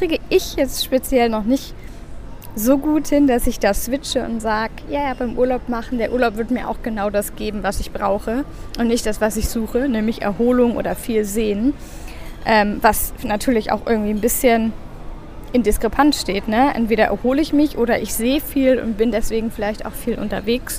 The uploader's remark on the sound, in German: Aufgenommen am Flughafen in Istanbul.